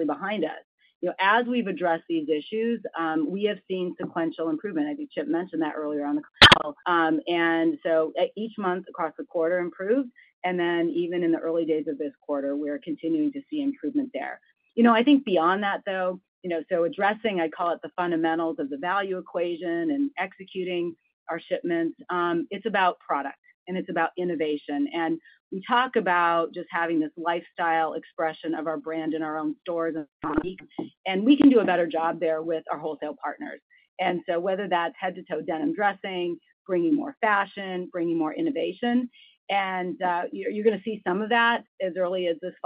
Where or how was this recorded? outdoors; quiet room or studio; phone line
phone line